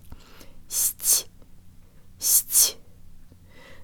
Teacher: The S and T are also soft, so make sure your tongue is still high and forward and use lots of air, more than you would in English, on the release.